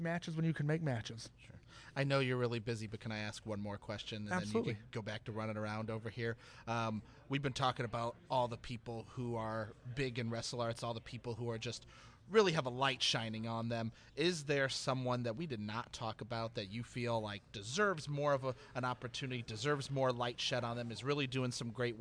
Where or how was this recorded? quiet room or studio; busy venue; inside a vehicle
busy venue